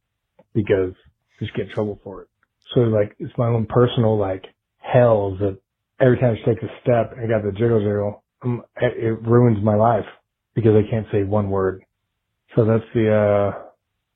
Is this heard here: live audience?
no